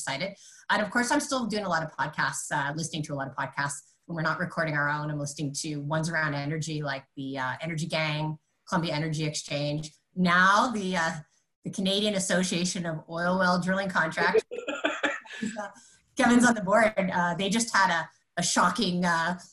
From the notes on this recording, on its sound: This episode was originally recorded as a webinar